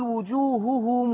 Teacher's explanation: اعملي له واو ومدي الواو دي ستة · Term: ميم جمع